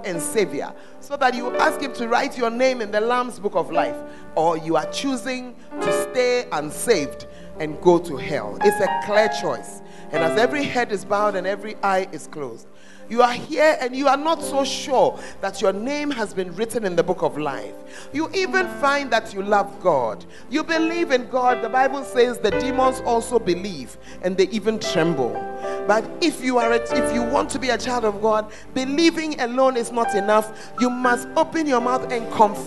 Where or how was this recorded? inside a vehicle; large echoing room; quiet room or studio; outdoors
large echoing room